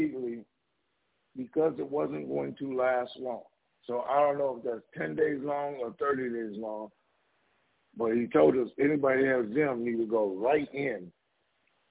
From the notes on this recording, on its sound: TNTSuperfantastic Conference Call.